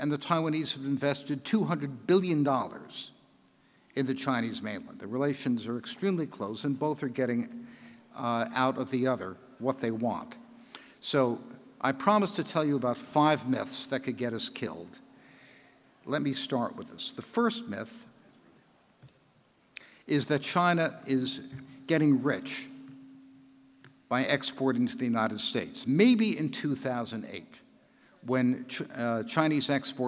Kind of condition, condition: setting, live audience